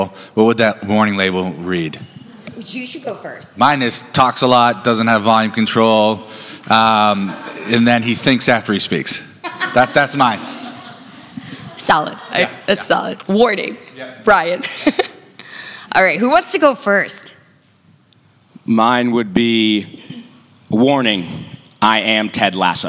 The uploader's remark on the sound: The Retail Darwin LIVE BOSTON June 2023. We did it LIVE! Seaportbost.